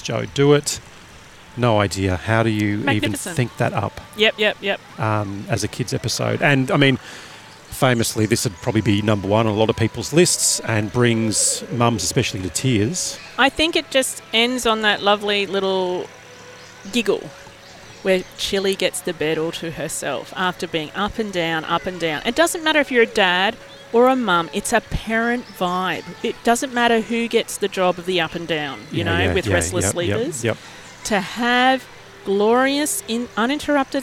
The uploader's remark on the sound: We grabbed the card table, and wound our way down to record a podcast ep at South Bank, right near the van! Culminating at the South Bank Parklands in Brisbane.